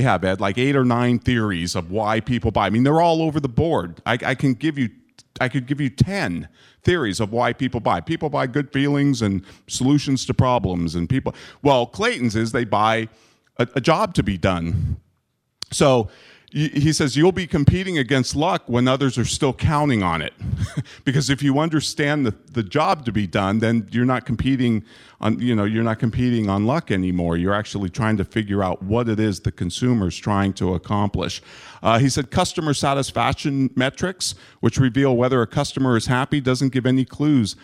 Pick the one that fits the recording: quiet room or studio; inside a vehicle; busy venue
busy venue